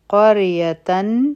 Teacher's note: قریتن پرا سکون دی، لیکن د دې نه مخکې قاف دی، په هغې فتحه ده، نو دا را به غټه ویلی کیږي. د تا نه پس حمزه دی، دلته کې به اظهار کو.